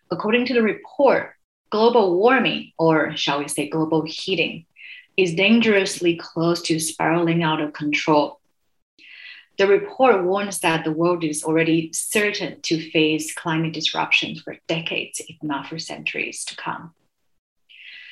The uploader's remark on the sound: This special episode is the recording of the SOPA media insider webinar